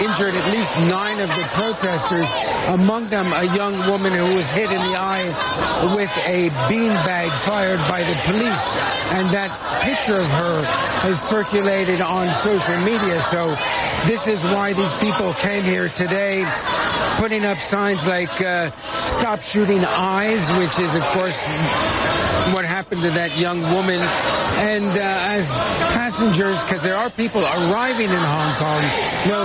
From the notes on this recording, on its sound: live from the New York Stock Exchange